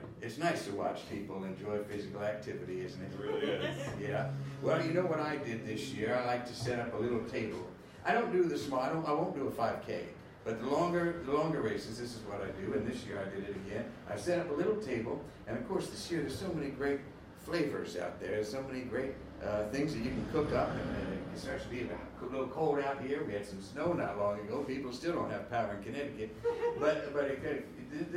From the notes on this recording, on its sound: A Gowanus-heavy evening in this live taping.